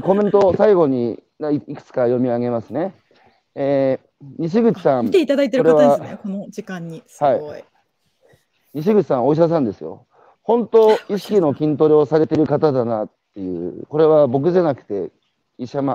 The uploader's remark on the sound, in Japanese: 歩きながら1時間、対談する